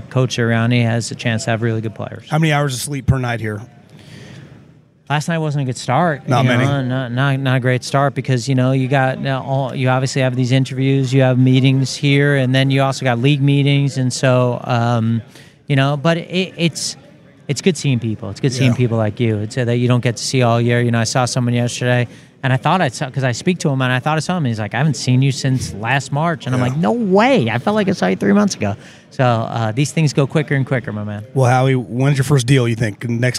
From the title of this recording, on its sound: Live from the NFL Combine